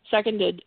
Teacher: seconded, which would be the emphasis on the first syllable